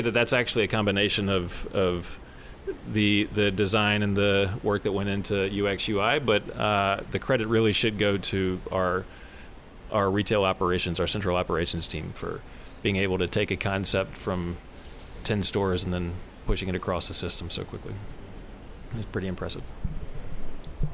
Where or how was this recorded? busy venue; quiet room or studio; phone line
busy venue